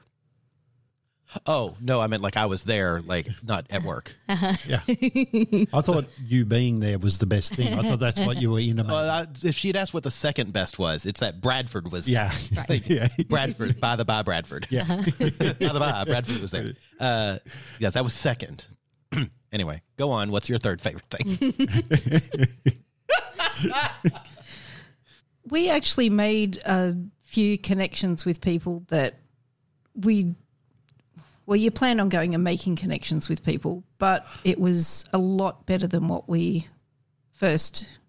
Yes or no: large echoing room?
no